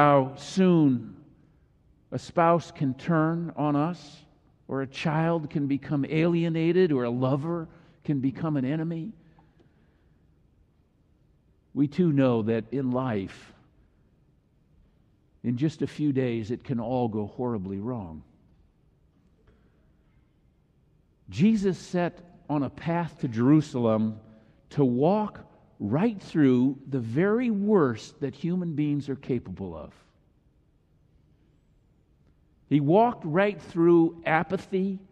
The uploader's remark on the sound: Palm Sunday message delivered during the Traditional Worship service.